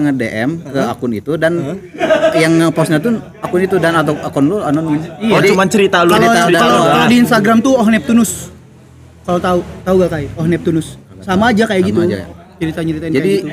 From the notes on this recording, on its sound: LIVE FROM SALAKA COFFEE.